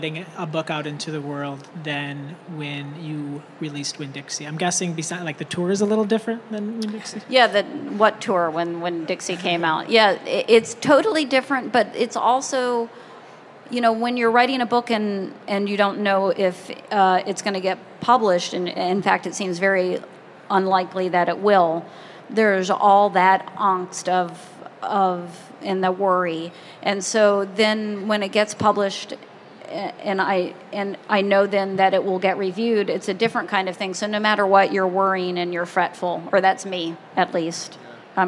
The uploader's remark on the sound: Recorded live in front of an audience at the 2016 American Library Association Annual Conference.